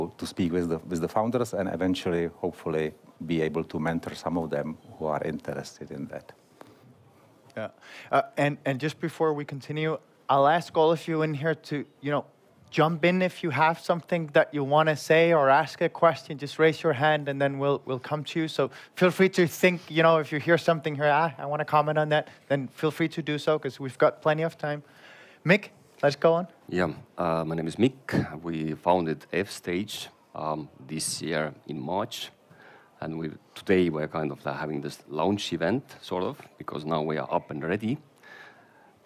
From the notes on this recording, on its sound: This is a special EUVC episode straight from the Engaged Investments conference in Prague, hosted by our friends from Depo Ventures . This is the recording of the panel “Why should business Angels invest in VC?".